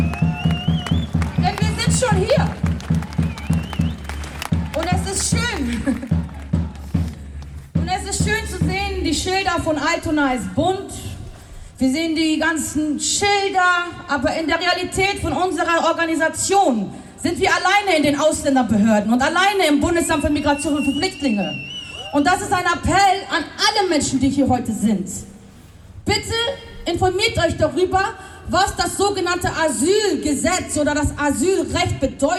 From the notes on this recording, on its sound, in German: Aufgezeichneten Redebeiträgen von einer Kundgebung gegen Abschiebungen vom Hamburger Flughafen, zwei Kundgebungen in Solidarität mit einer Schwarzen Familie in Ottensen.